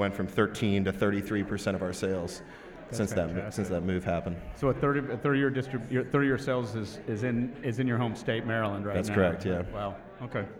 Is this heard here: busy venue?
yes